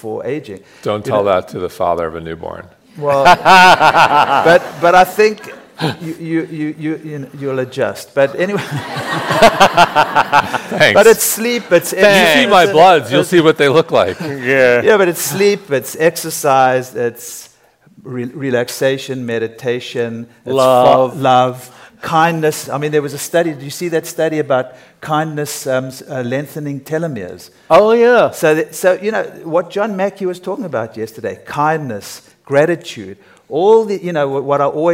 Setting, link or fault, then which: setting, busy venue